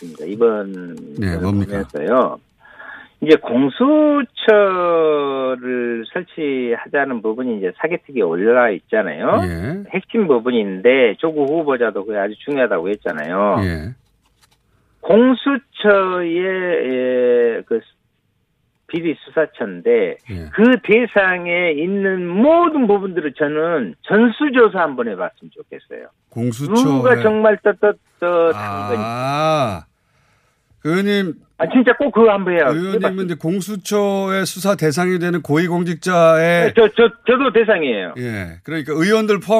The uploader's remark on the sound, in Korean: 전화연결.